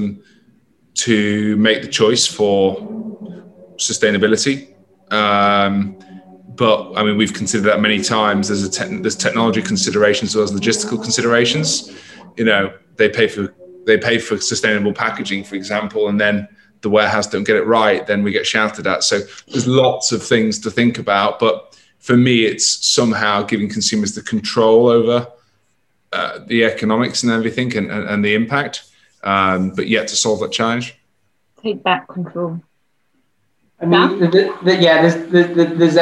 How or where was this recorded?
video call